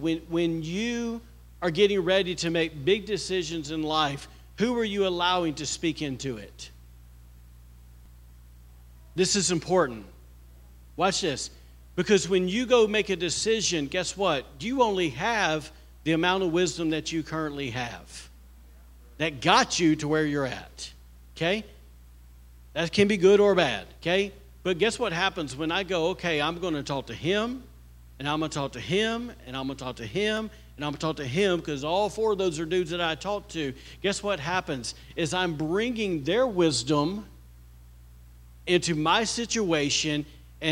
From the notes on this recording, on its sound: was recorded on Sunday, October 29th, 2023, during service at The Anchor Church in Rockport, Maine.